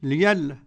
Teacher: ورش يقرأ بإبدال الهمزة ياء